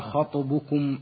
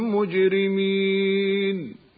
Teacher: نجد القلقلة واضحة ومائلة إلى الفتح في كل من طاء خطبكم وجيم مجرمين